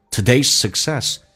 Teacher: 两个 S 只用发后面一个